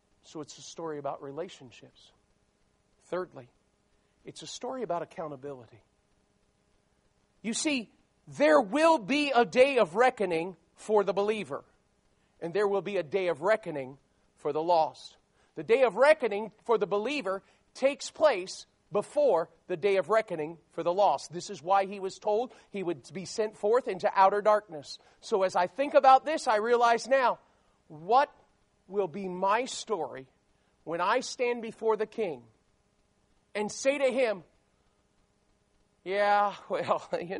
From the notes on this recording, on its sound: These messages were recorded during a service at Memorial Baptist Church in Ocala, Florida.